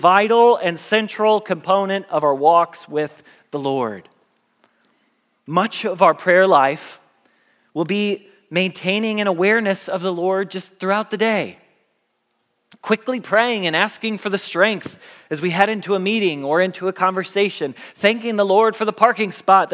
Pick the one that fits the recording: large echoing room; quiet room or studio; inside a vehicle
large echoing room